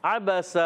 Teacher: आयन अदा होता है हलक के दरमियान वाले हिस्से से